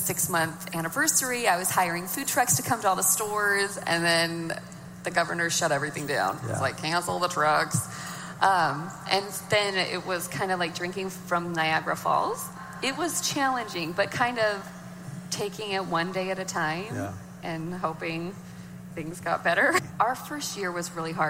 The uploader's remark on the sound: Audio recorded on-location at the Summer NAMM Show in Nashville. Guests that he welcomed on-stage during the opening session.